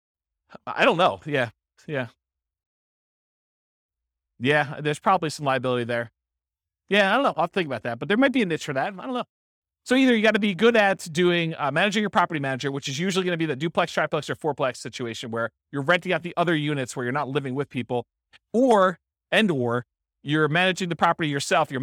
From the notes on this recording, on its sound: This was a live class recorded